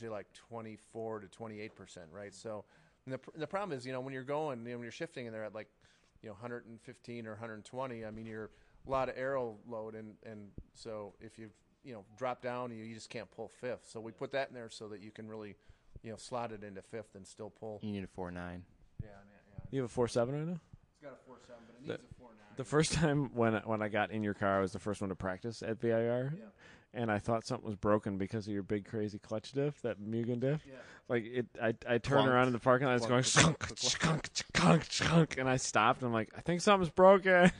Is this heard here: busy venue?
yes